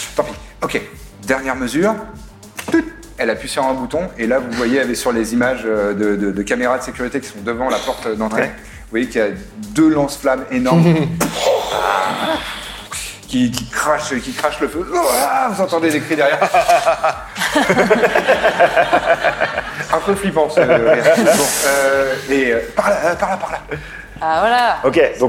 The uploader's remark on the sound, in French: Événement en public avec le Forum des Images, qui nous a accueilli·e·s dans sa plus belle et grande salle. Son - Forum des Images.